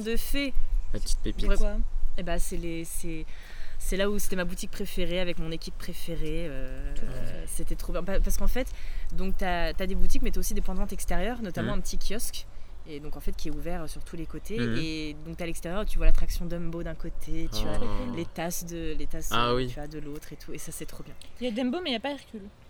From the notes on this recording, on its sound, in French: (ASMR Jardin). L'équipe s'excuse pour les bruitages de vents mais se félicite également pour cet ASMR Jardin qu'elle vous offre.